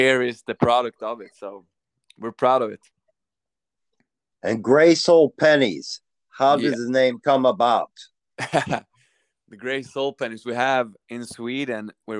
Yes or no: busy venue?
no